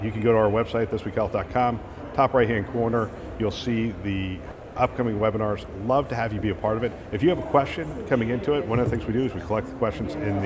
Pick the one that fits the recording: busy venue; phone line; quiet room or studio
busy venue